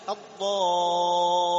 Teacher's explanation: الضالين تجعل الصوت يتصعد في الحنك · Term: الاستعلاء